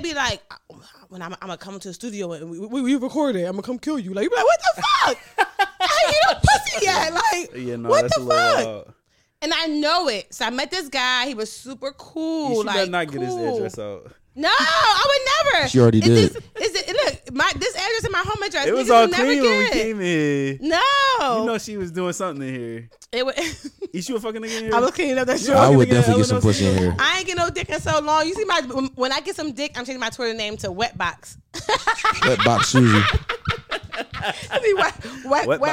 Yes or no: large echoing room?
no